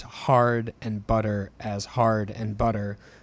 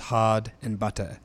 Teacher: For example, a rhotic English speaker pronounces the words hard and butter as hard and butter, whereas a non-rhotic speaker drops or deletes the R sound · Shown in: second take · pronouncing them as hard and butter.